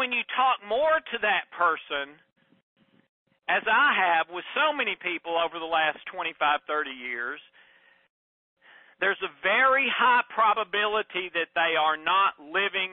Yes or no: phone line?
yes